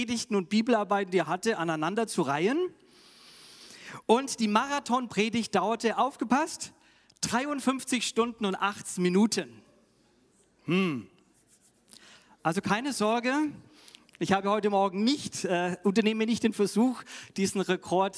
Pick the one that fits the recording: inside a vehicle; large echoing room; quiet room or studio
large echoing room